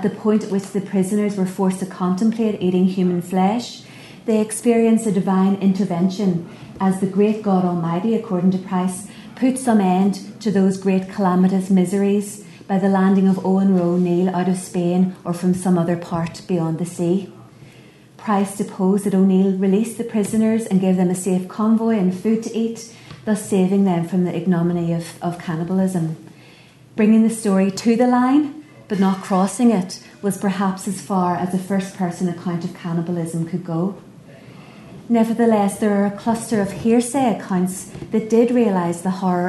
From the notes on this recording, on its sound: at the 2022 Tudor and Stuart Ireland Conference.